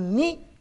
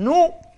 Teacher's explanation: فلازم نقول ني مش نو